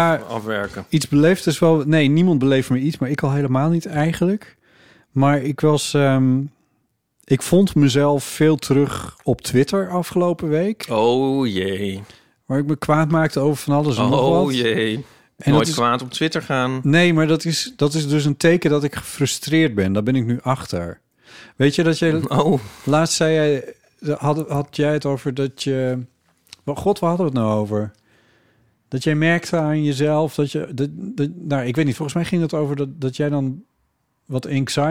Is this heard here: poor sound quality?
no